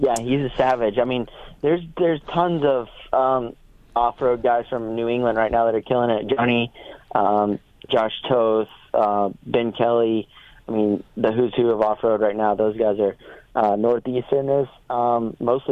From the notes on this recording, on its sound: In-Studio. We got him on the phone. Calls in for the first time in a good while.